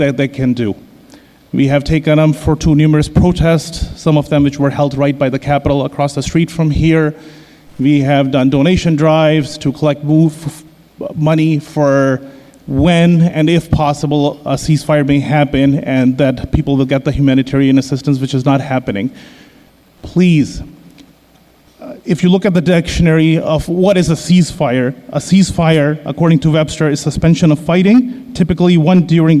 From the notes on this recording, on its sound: Albany Common Council Ceasefire Resolution-Public Comment. Supporters rallied outside City Hall and then filled the meeting hall.